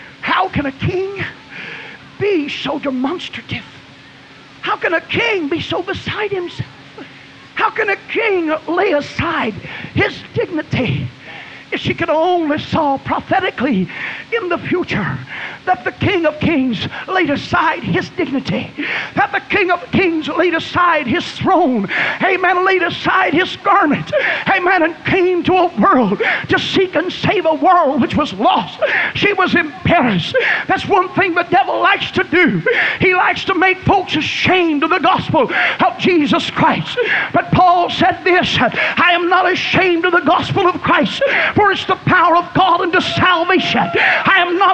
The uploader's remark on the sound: was preached at Burgetown Camp Meeting in Picayune, Mississippi, on June 9, 1993